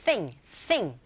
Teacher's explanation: TH 발음하실 때 sing이 아니고 thing, thing 긁어주시고요